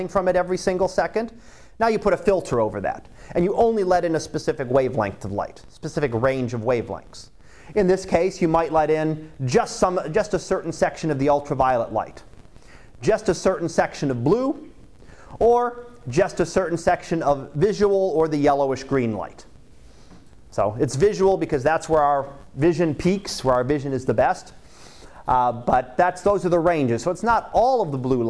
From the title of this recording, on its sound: Live Class Lecture